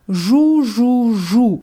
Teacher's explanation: Der Buchstabe heißt J, ist auf Russisch immer stimmhaft und immer hart.